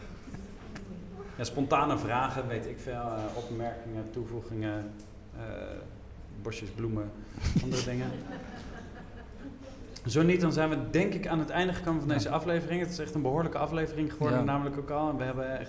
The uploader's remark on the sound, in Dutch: Stoicon-X Gent. Live vanuit het Geuzenhuis. Om op het festival Stoicon-X te Gent een live podcastopname te houden.